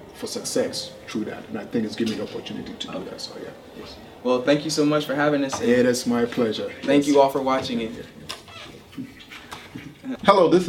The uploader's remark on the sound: In this special episode from the African American Cultural Celebration. Interview performers and participants at the festival.